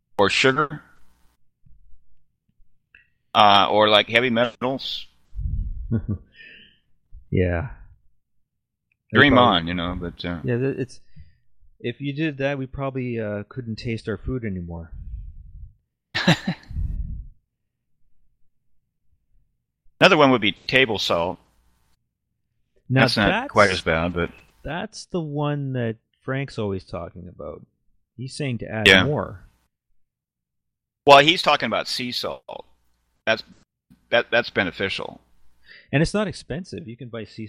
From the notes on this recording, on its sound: The audio uses Voice Recognition tech which explains why it sounds a bit off at times